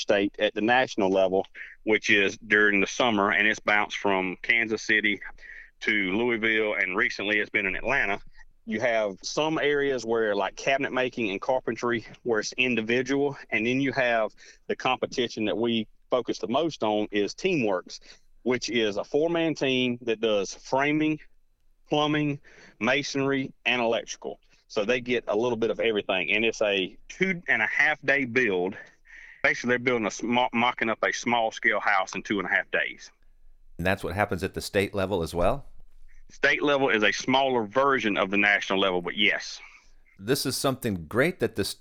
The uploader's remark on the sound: So today, we have on the phone the director of that program. The Building Construction Program Director at Midlands Technical College in Columbia, S.C.